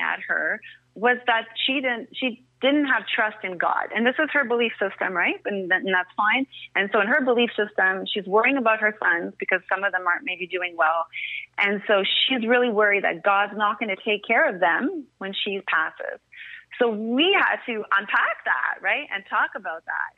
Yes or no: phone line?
yes